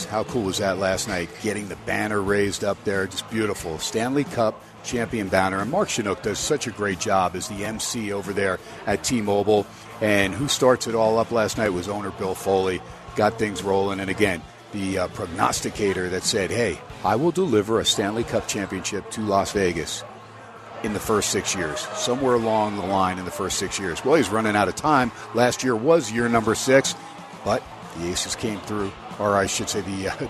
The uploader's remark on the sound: "Live" from #SteinersPub #LasVegas